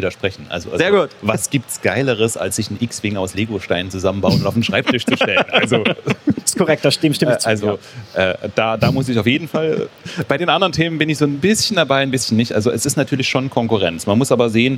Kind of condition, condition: setting, busy venue